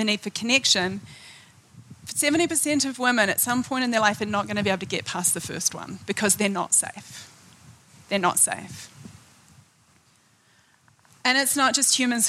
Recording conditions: live audience